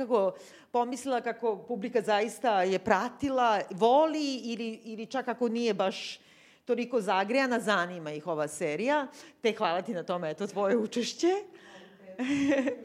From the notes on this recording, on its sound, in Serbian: koju smo snimali lajv pred našom divnom publikom u okviru Hartefaktovog festivala